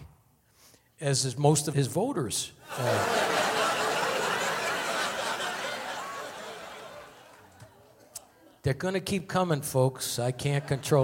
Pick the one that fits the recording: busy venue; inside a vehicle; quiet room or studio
busy venue